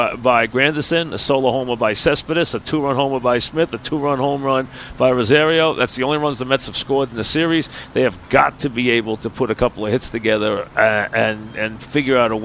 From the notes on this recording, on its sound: Live from Citi Field as the 2017 Subway Series shifts from the Bronx to Queens.